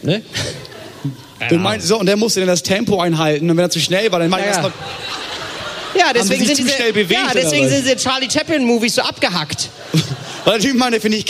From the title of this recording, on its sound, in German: live vom Podcastfestival Hamburg